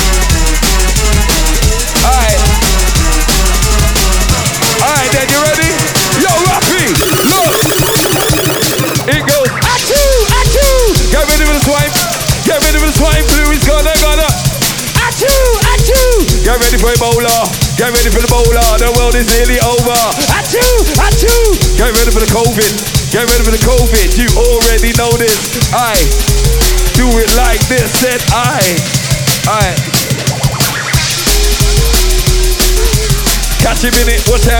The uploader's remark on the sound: Recorded live - Saturday 2nd December 2023 – Low Down Deep Soundclash, London